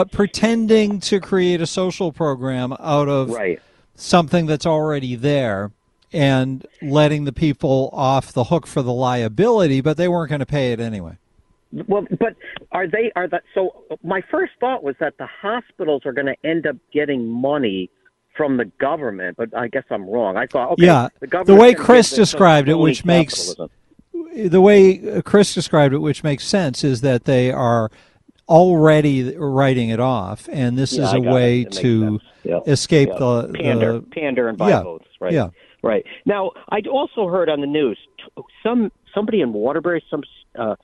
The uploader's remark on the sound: More phone calls on energy. Take more calls!